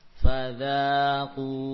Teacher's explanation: Ku ini dhammahnya pada ku dipanjangkan dengan wawu sukun. · Term: dua harokat